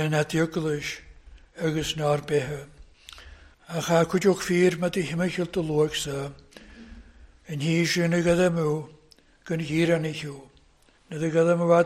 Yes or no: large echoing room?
yes